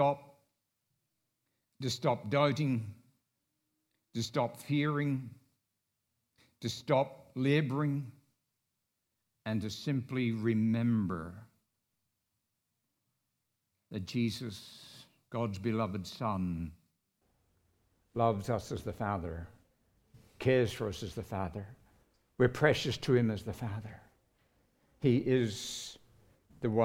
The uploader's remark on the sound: recorded live at Grace Community Bible Church